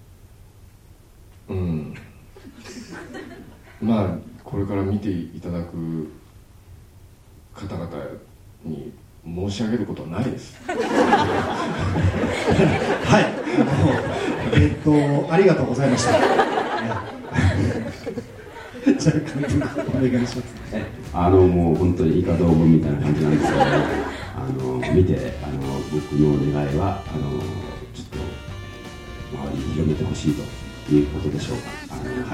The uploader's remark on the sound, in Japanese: 7/16に行われたJ-WAVE主催の試写会の舞台をかりて、公開生収録を行ってきました。会場にはサプライズゲストであの人も登場！